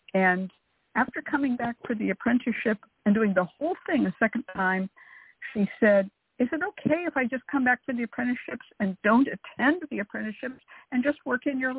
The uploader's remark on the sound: A real, live call-in show where the general public gets a chance to ask about actual problems.